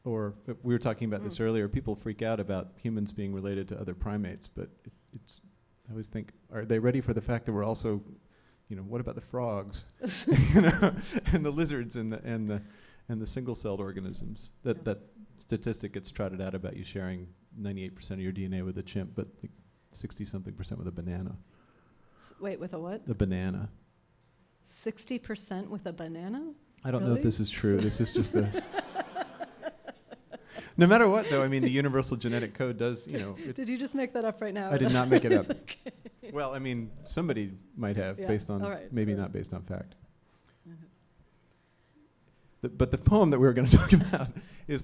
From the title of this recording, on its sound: On Stage at Housing Works Bookstore Cafe